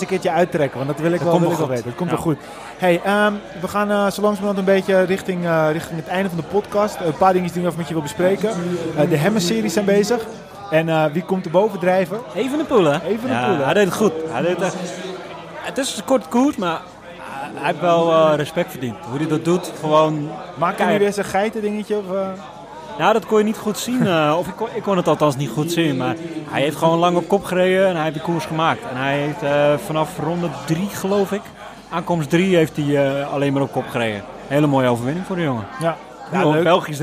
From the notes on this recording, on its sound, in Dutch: Vandaag zitten we niet voor de tv, maar zijn we live aanwezig in de koers en we doen het luxe, want we zitten in een VIP wagen bij de finish van de proloog van de Ronde van Noord-Holland.